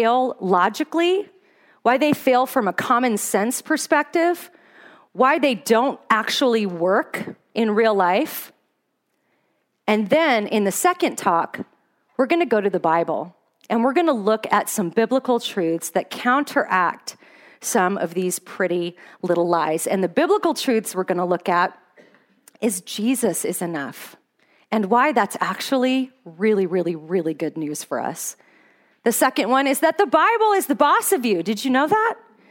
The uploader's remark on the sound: Today's podcast is an audio recording of a talk I gave at a women's conference in Fairbanks, Alaska.